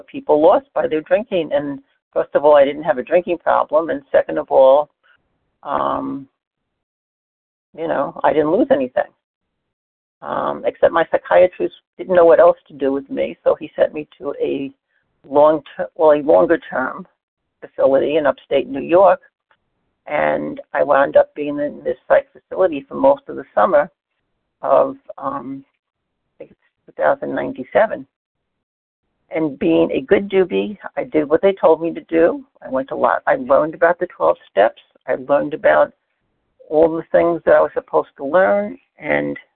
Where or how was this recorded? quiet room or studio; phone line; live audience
phone line